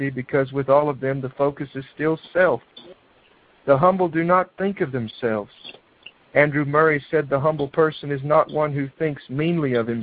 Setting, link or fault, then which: link, phone line